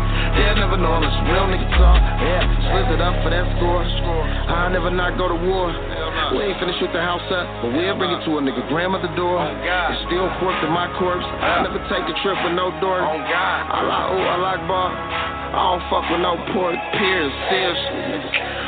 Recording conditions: phone line